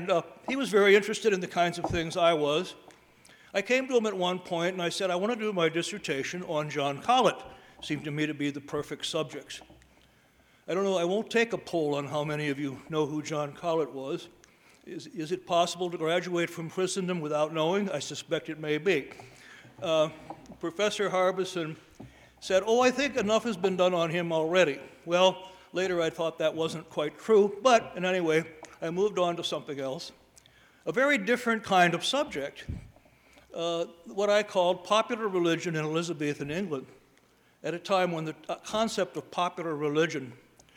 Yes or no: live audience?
yes